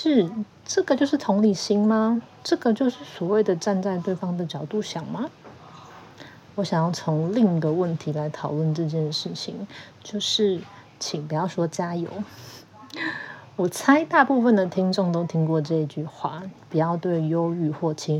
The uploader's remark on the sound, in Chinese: 很多受迫性的背景雜音，我盡力了，請大家見諒。